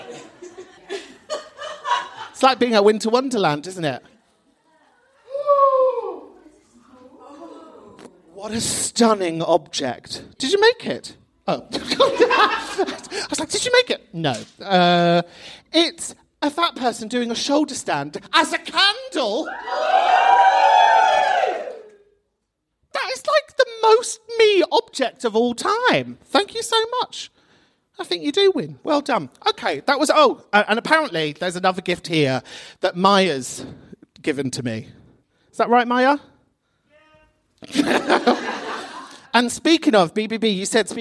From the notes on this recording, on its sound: The pub is open for a special live Xmas knees up with the regulars recorded at Camden People's Theatre.